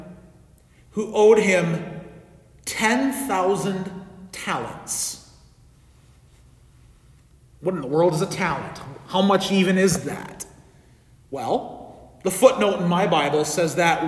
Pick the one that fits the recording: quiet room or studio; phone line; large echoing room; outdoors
large echoing room